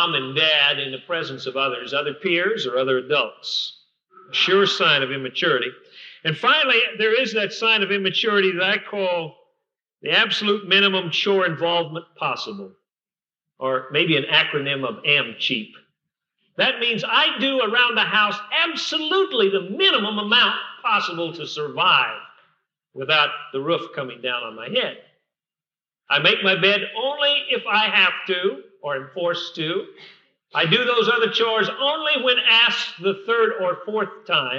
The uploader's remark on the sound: Recorded at Fillmore Bible Church, Fillmore, California, 1984.